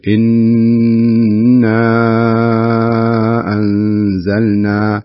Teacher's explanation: الأولى إنا ثم تأتي الهمزة في الكلمة الثانية اللي بعدها أنزلنا، فهذا يسمى بالمد المنفصل، يمد بمقدار أربع حركات